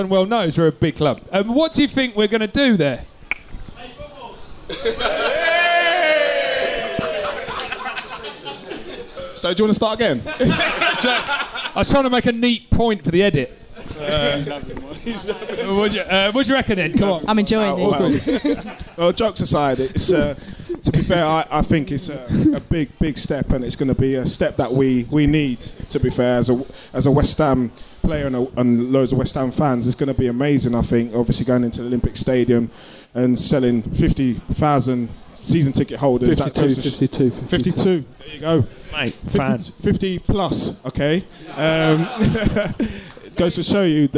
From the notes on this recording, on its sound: The team return to The Cow in Stratford Westfield for the third annual live Podcast and Awards show. This episode was recorded in front of a live audience.